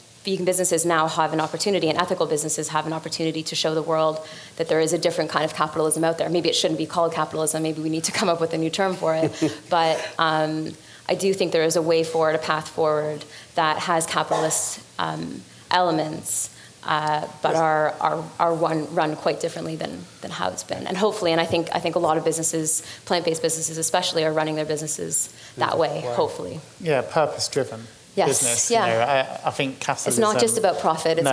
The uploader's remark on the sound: Today we are bringing you a panel discussion from the Vevolution Plant-Based Business Bootcamp on ethics in business.